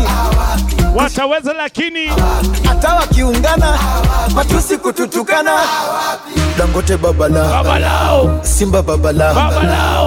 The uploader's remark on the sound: Live at Blend Nairobi 2019